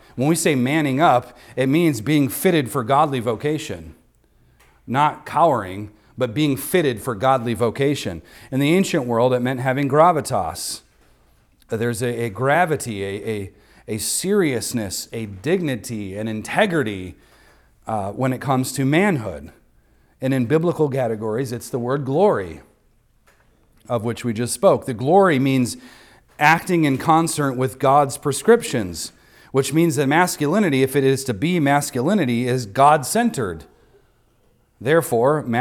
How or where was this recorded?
large echoing room